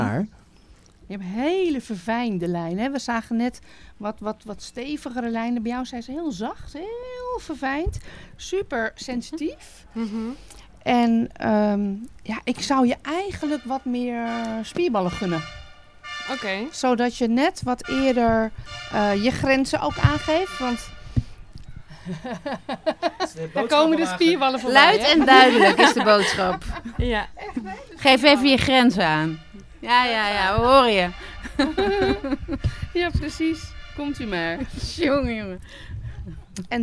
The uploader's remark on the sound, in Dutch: Ode aan de magie LIVE - Handlezen tijdens ZIN op camping de Lievelinge. In deze speciale live opname op camping de Lievelinge mogen we mee kijken in de praktijk via de handen van oa.